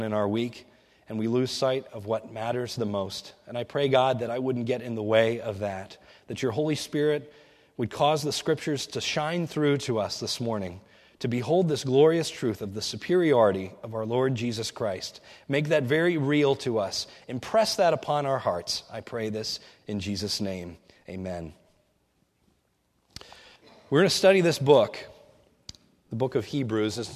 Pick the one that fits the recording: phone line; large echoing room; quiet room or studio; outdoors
large echoing room